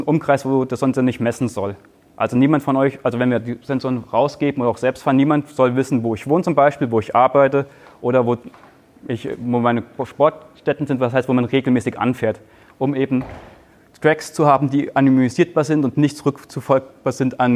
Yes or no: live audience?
yes